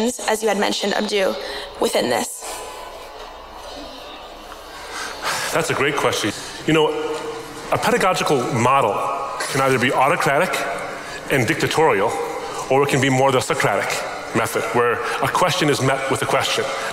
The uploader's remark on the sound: A Q&amp;A session at Yale University. Yale Open Forum Q&A.